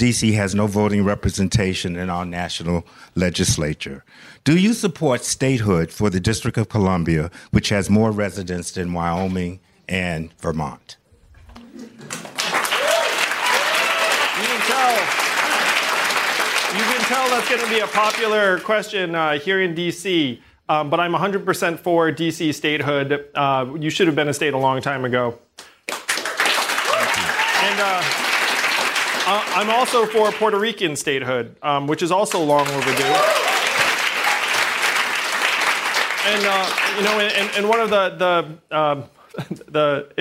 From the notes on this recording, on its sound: answers questions during a live town hall